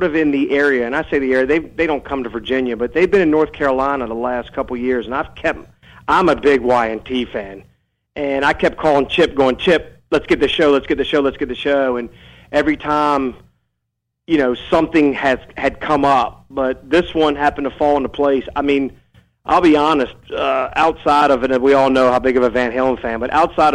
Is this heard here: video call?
no